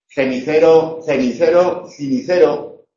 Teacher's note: La vocal átona en posición átona se puede confundir, la E puede llegar a cerrarse tanto que se confunda con la I.